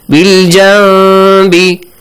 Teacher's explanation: Instead of the noon, you pronounce a meme sound, but a hidden meme sound, not a full meme sound. · Term: iqlab